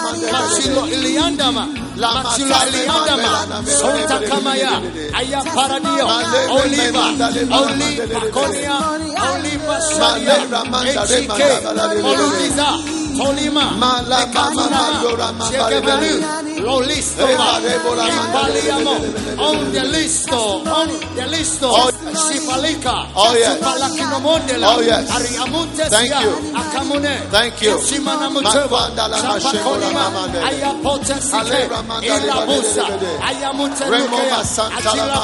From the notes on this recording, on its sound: Preached at the Salvation Sunday Service.